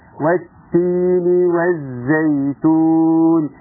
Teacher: لان الزاي احد حروف الادغام اللي لما تيجي بعد حرف اللام الساكنه بتاعه الف لام التعريف يتم ادغامها وبالتالي تسدد، وعايز المهاره كلمه تسدد يبقى انك ايه فعلا تسدد الحرف اللي بعدها، لان اصبح خلاص الحرف الاثنين ده حرف وجواه لام ساكنه دخلت جواه ومضغمه جواه.